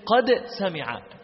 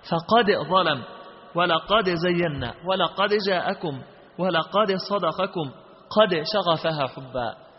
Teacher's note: الإمام قالون أظهر دال قد مع هذه الحروف · Term: الإظهار